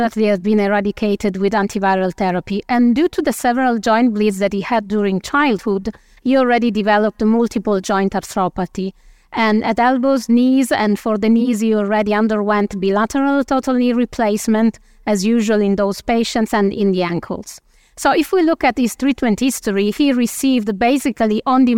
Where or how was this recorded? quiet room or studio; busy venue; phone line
busy venue